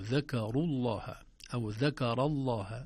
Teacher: واللام تغلظ عند جمهور القراء خاصة منهم حفص إذا كانت قبلها مفتوح أو مضموم، ذكروا الله أو ذكر الله، لكن لو قبلها ذكر الله تكون اللام هنا مرققة وليست مغلظة. · Term: اللام المغلظة